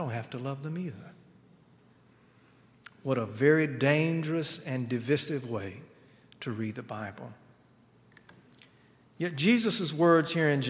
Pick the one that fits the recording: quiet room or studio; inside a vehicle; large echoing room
large echoing room